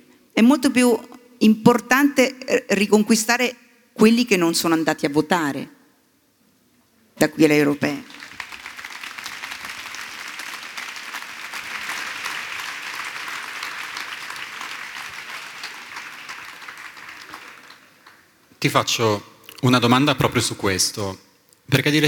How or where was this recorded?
live audience